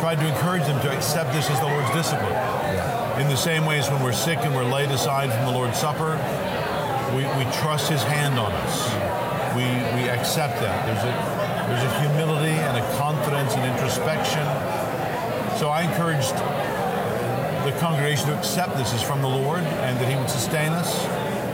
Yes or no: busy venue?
yes